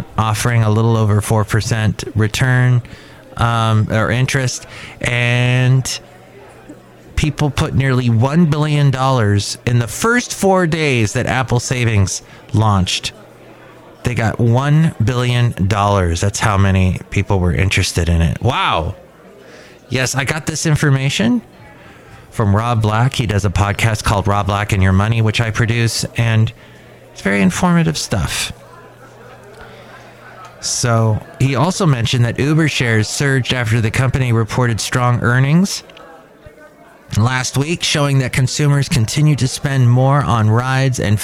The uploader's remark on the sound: Podcasts live from Café Anyway.